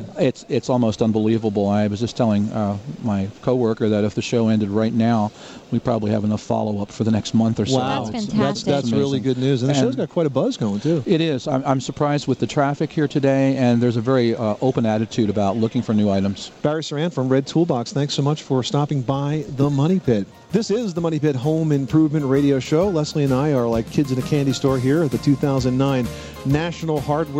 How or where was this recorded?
busy venue